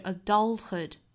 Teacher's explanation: Adulthood 这个词我们注意重音是在第二个音节哈